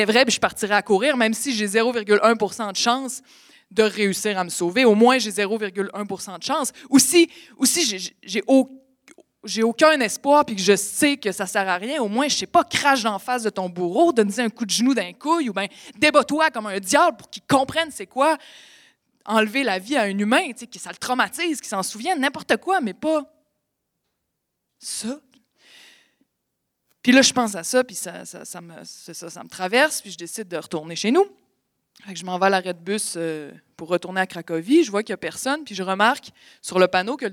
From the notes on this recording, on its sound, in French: La finale de notre expérience de radio direct, enregistrée sur scène.